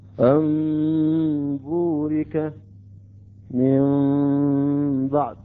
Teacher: أصبح بعد الميم حرف باء، عند ذلك أيضا يجب أن نأتي بالغنة وإخفاء الميم مع الباء · Term: الإقلاب